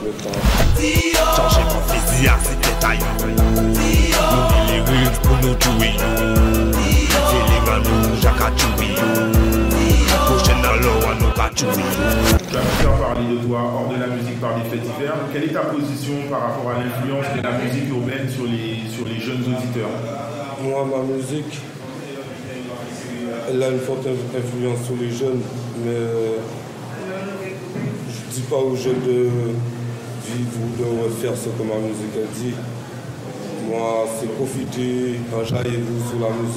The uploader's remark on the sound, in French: Elle a été réalisée en 2019 mais n'avait pas été publiée en raison de la mauvaise qualité sonore.